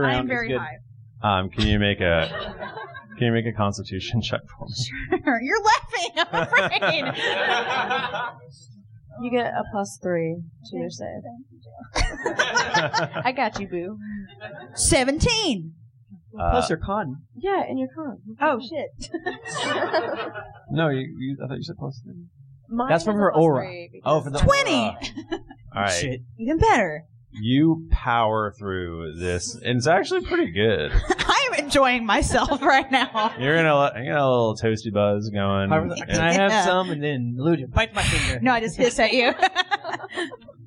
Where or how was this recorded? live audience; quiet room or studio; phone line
live audience